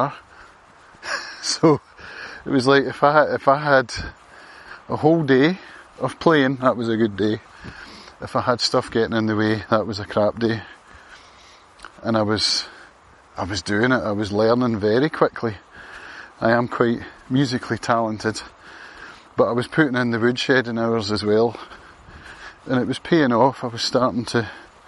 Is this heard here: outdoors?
yes